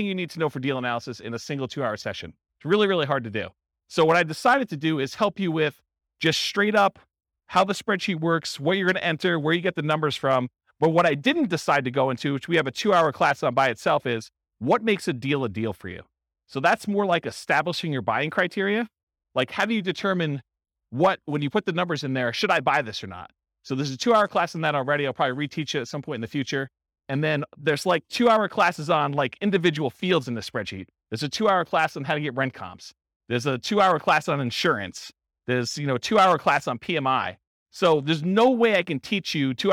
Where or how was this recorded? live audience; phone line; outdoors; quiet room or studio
live audience